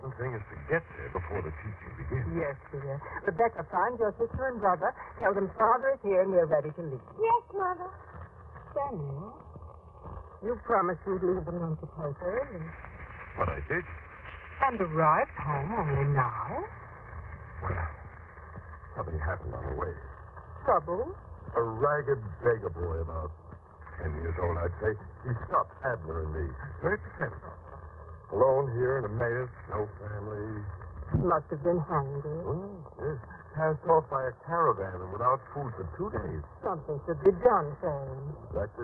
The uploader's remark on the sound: Audio is Fair. Record noise, and muffled, but OK.